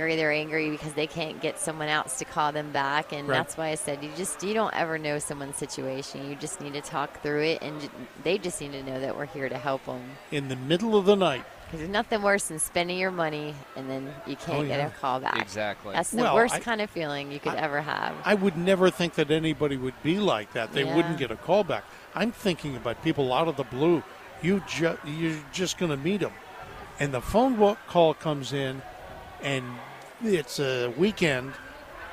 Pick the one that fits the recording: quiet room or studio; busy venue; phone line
busy venue